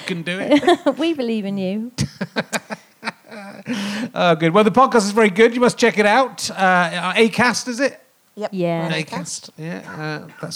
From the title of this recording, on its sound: Leicester Square Theatre Podcast